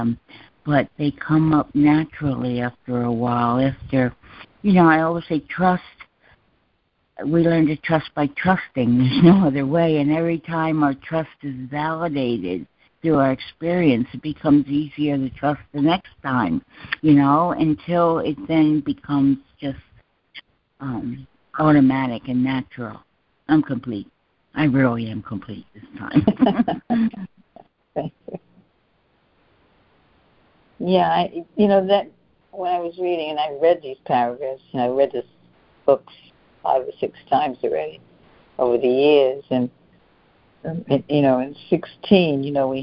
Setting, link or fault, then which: link, phone line